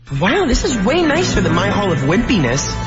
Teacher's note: Wow, this is way nicer than my hall of wimpiness.我们看一下这句话是怎么说的。首先注意 way 啊，nicer，他说话的时候呢，啊，有一种什么呀？他的情感我先讲一下，其实他挺羡慕的。人羡慕别人的时候，说话的感觉就不一样了啊。他音调多少有一点高 · Term: 音调上去